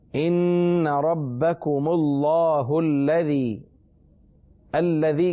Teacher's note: ان ربکم اللہ الذی کے لام پر بھی تشدید ہے، اس لیے لام کو ہم مشدد پڑھیں گے